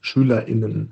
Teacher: Beim Sprechen, wann immer es geht, mit dem Glottisschlag, also dieser kurzen Pause, wie zum Beispiel im Wort SchülerInnen.